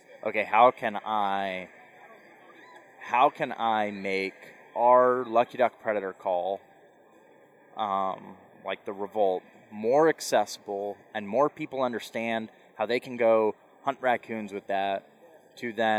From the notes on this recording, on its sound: This episode was recorded at the latest Duck Hunters Expo in Little Rock, AR.